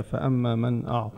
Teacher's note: خلي الطاء تبين طاء ما تكون قريبة للتاء